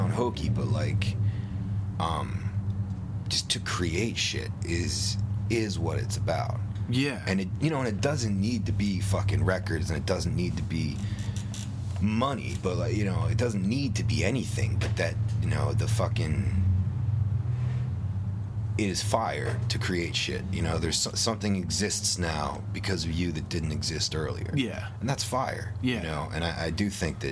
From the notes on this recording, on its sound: We recorded this on his front porch in Pittsburgh, on Black Friday